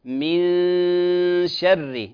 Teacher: الشين من حروف الترقيق غنتها هنا مرققة · Term: غنة الإخفاء